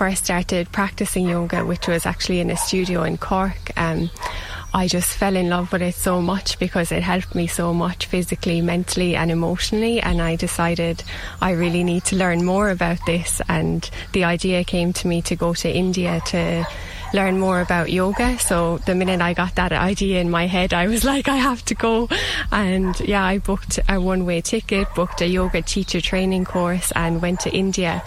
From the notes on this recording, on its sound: Went out to Glenbrohane to do gentle yoga in the shadows of the mountains.